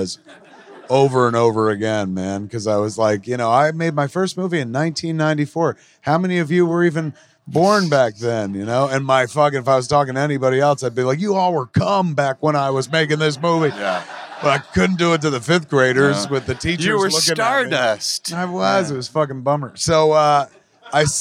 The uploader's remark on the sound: Recorded LIVE at Levity Live in Oxnard, CA